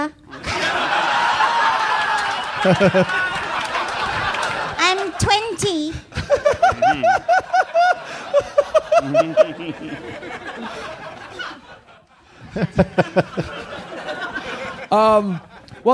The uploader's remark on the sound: RECORDED IN FRONT OF LIVE AUDIENCE AT 2015 AUDIBLE LA PODFEST.